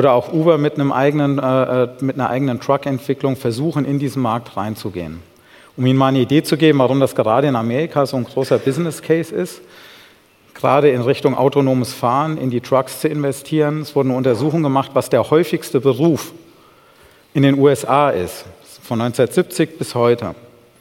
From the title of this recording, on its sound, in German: beim auto motor und sport Kongress 2019